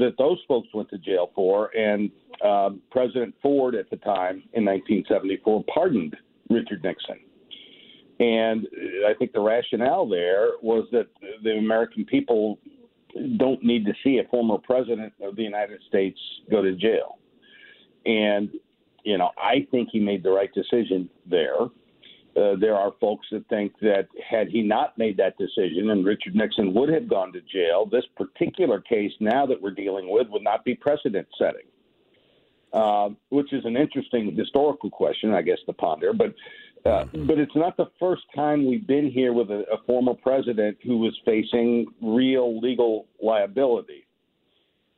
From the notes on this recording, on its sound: joined on the phone by political consultants